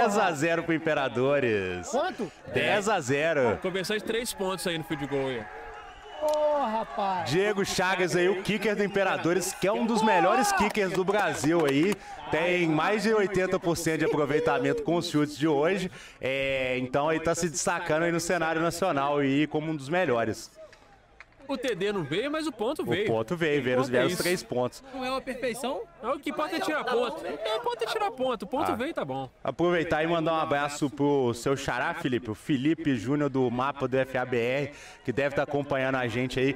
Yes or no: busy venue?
yes